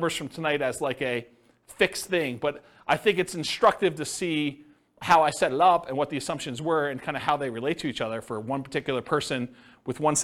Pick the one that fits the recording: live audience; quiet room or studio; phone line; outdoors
live audience